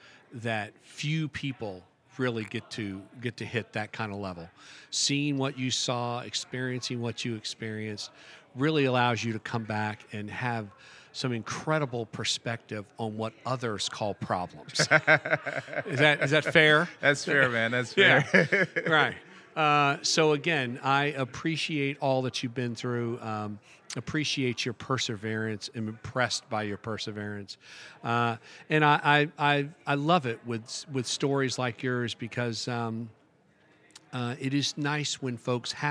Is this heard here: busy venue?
yes